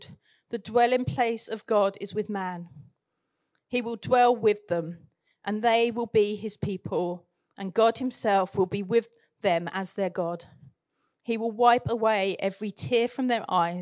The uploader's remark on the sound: Recorded Live at Central Vineyard, Northampton.